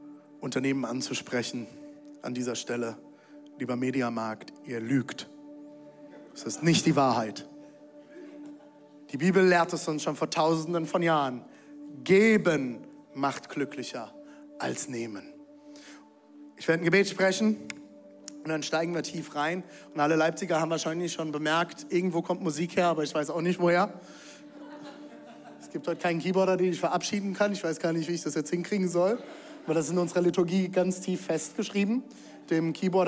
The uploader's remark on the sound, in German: Zeal Church Leipzig. Audiomitschnitt der Predigt.